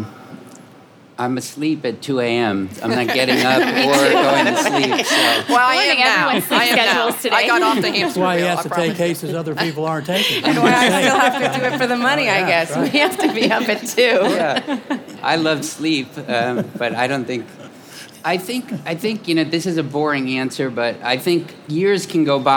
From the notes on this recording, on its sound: Live from The Game Changers Summit. Law firm owners present at the #1 Law Firm Growth Conference on Earth.